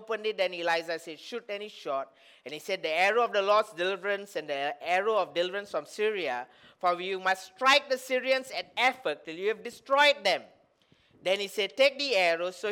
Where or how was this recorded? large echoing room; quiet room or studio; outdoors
large echoing room